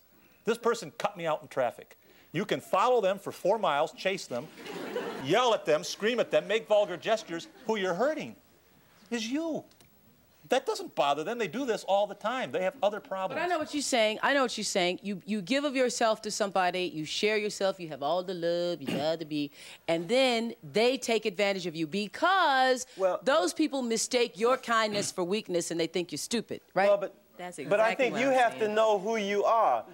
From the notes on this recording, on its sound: The experts respond to audience members’ questions